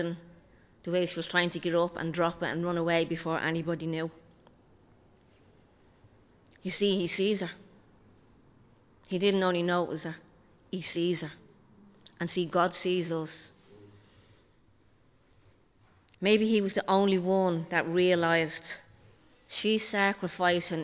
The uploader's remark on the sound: Recorded live in Liberty Church on 5 February 2023